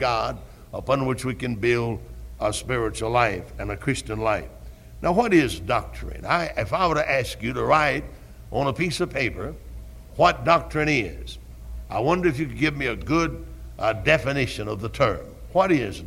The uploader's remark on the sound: Originally preached at Tabernacle Baptist Church in Greenville, SC on September 9, 1973.